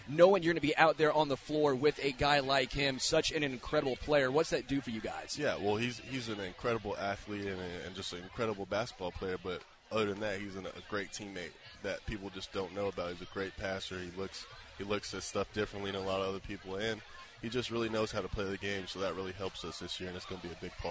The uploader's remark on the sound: LIVE from Chicken N Pickle